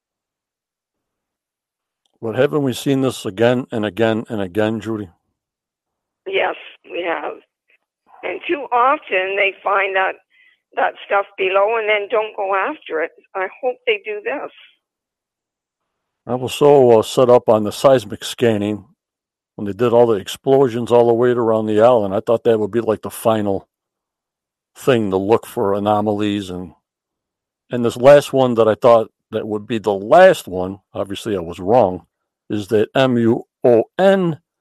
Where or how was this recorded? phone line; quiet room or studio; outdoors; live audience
phone line